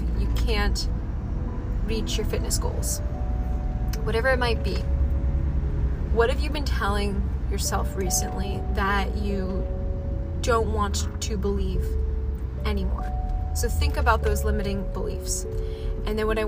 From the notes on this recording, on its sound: Raw, Unedited, Unfiltered Wisdom shared with you from my car.